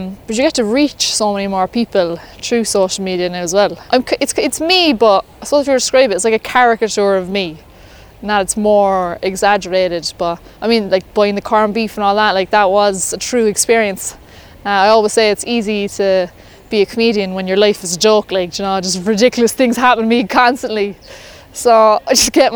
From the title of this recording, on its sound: Walk & Talk